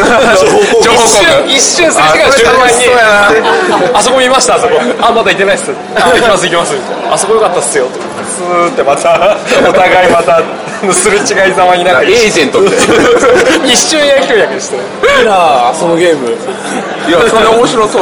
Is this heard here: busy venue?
yes